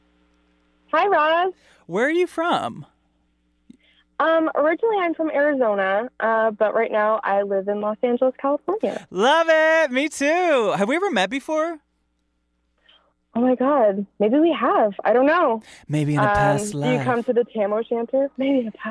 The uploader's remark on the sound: Listener Phone Call Extravaganza!